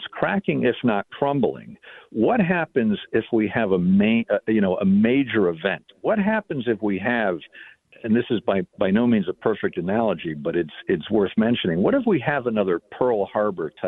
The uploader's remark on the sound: take phone calls